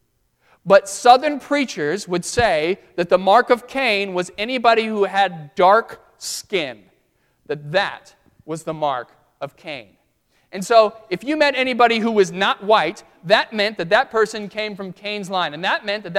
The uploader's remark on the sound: during the Crossroads service (9:30 am) on Sunday, February 28, 2016, at First Presbyterian Church of Arlington Heights, Illinois